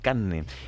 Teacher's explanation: Cuando se dice, por ejemplo, carne, la R casi que no se, no se pronuncia y se dice carne.